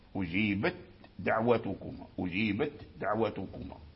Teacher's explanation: الدال فيه شدة، والتاء فيه شدة، والتاء مهموس، والدال مجهور، الدال مجهور والتاء مهموس، والهمس صفة من صفات الضعف، والجهر صفة من صفات القوة.